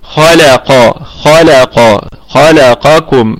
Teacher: الخاء والقاف في الدرجة الثانية من درجات التفخيم، بقية الكلمة كلها مرققة، اللام والكاف والميم، ونراعي تدقيق اللام، حرفين مفخمين كالخاء والقاف